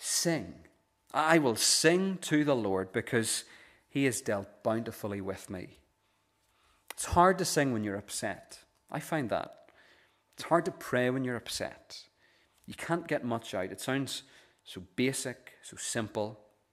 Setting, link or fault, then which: setting, large echoing room